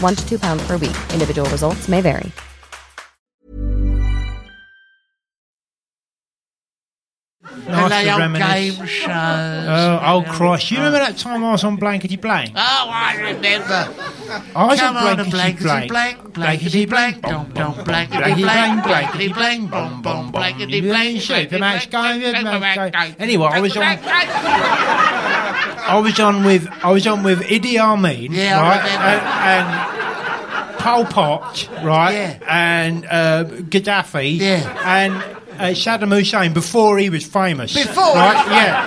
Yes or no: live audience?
yes